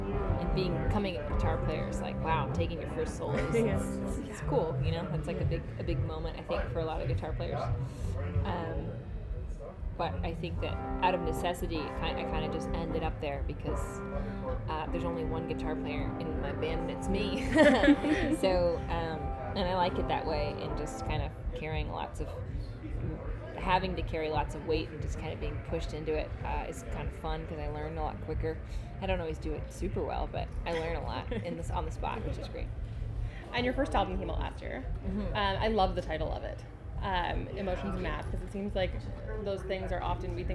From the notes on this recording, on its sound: First try recording remotely, so be kind about janky transitions and auxiliary noise.